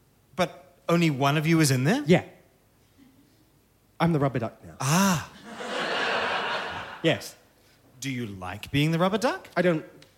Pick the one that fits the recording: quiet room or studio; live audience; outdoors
live audience